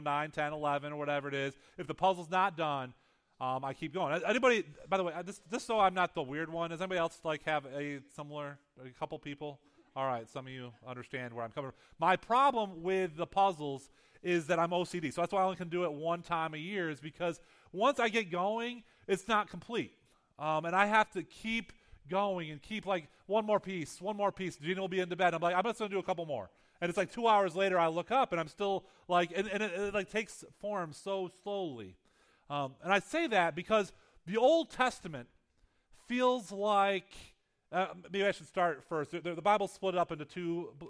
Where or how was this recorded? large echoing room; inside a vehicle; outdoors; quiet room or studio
large echoing room